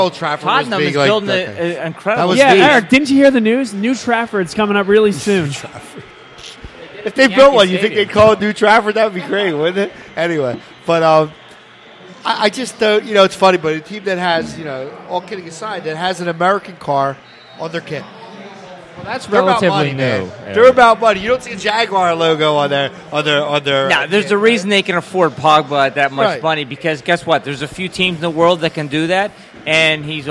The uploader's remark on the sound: live at our home away from home, Villa Capri